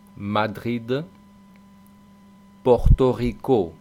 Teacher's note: pronunciar la R francesa, esa que rasca en la garganta